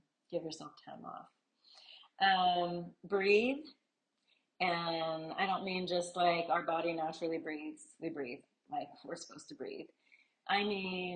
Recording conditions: poor sound quality